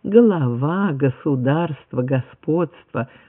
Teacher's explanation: Норма кодифицированная четко требует произнесения звонкого «г» смычного во всех случаях